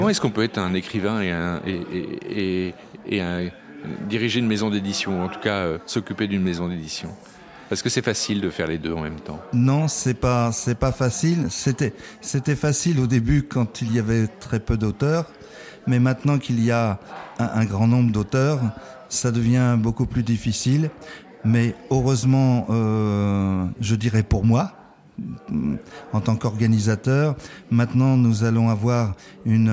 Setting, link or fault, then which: setting, busy venue